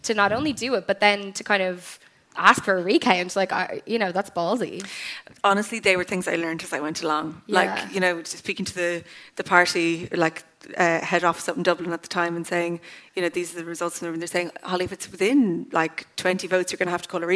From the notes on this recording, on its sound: At my live show in the Sugar Club.